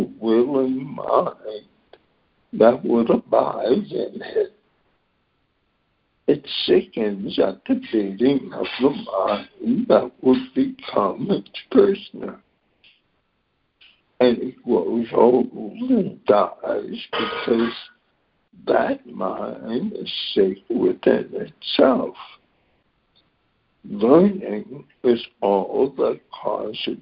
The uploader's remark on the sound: ACIM Daily Conference Call.